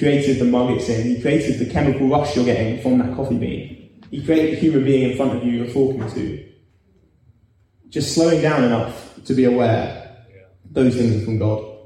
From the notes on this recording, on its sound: Recorded live at our Sunday Service in Harris Academy Purley, Croydon.